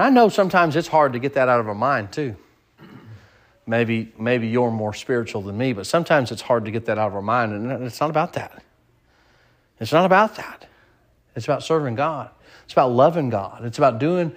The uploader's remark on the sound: Sermon preached at Mid County Baptist Church